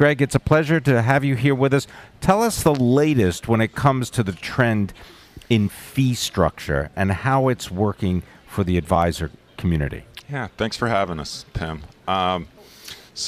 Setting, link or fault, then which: setting, busy venue